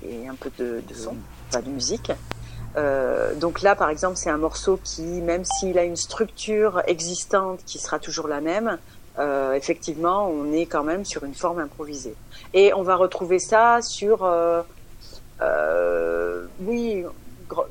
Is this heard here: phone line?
yes